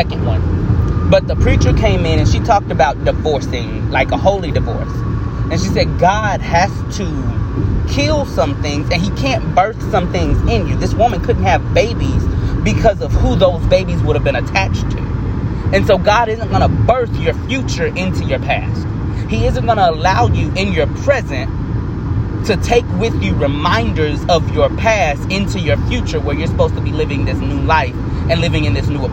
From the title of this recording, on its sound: Car Edition